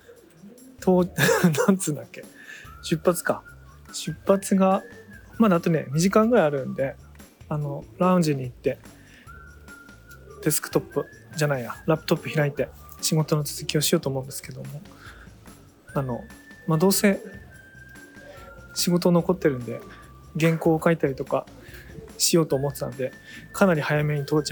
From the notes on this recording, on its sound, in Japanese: スマホのマイクに向かって語りかけながらお届けする心象スケッチ。音質面でいつもよりご不便おかけしてしまうかも知れませんが、その点はご容赦ください。